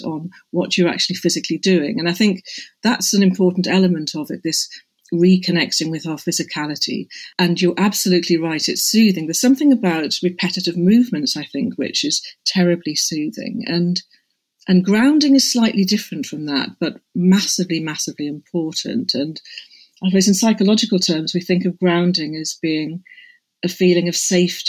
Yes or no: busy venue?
no